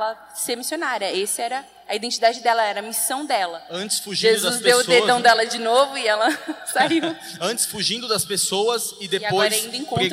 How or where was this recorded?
live audience